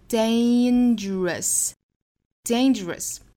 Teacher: dangerous 这个词我们注意里头的这个字母 A 是发双元音 A